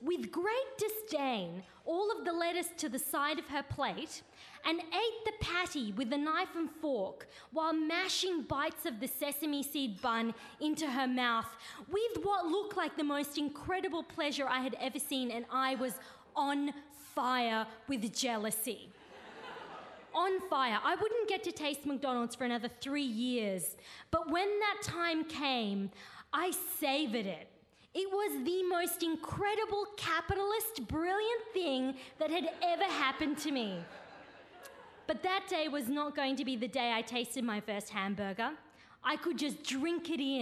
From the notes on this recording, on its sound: Now Hear This Storytelling Slam. Recorded at the Arthouse Hotel. For Radio National.